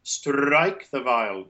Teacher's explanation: the tongue is already set for the S, the first initial unvoiced S, and it kind of passes through the R quickly